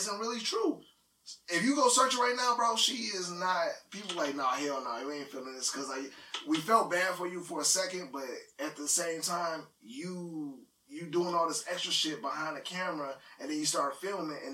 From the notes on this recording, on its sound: Please Excuse The Audio